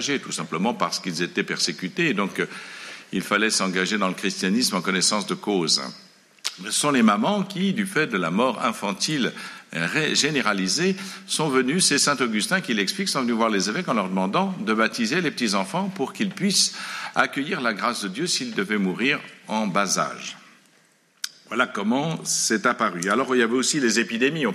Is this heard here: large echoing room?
yes